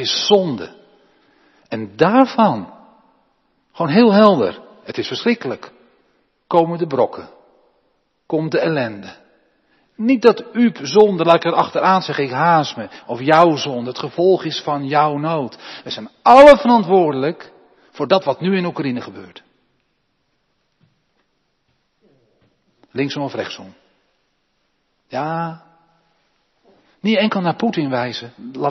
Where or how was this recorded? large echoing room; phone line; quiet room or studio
large echoing room